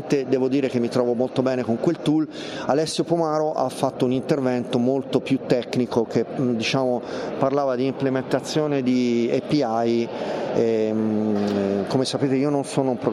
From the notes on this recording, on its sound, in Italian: In diretta dal Web Marketing Festival di Rimini. La seconda giornata del #WMF22 di Rimini.